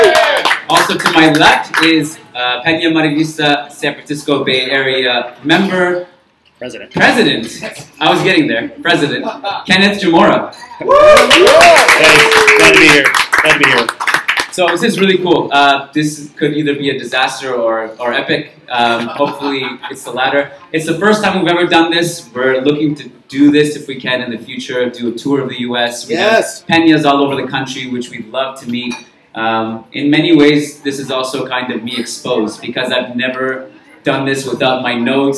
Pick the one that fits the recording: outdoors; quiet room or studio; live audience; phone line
live audience